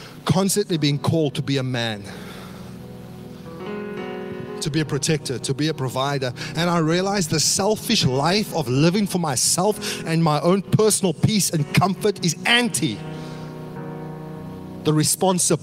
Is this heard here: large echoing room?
yes